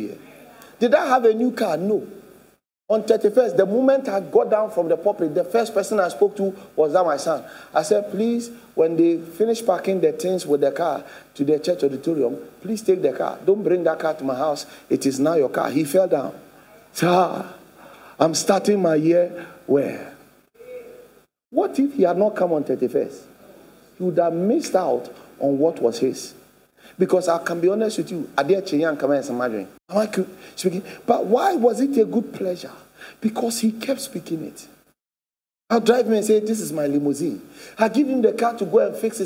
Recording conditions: large echoing room